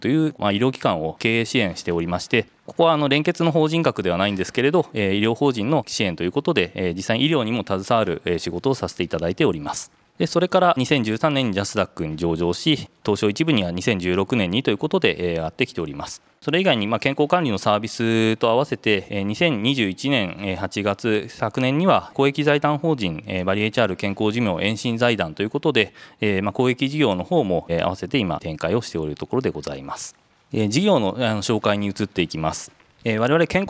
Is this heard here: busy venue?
yes